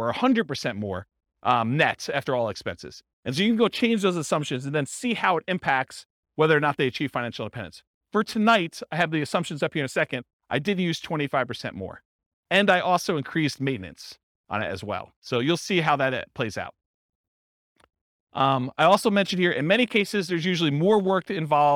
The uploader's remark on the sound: This was a live class recorded